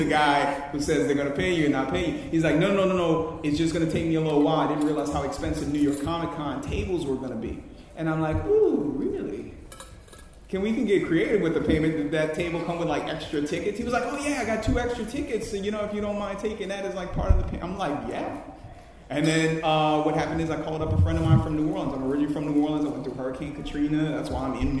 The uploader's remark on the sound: New Media Panel at Inbeon Con. A special guest that decided to crash halfway through the panel.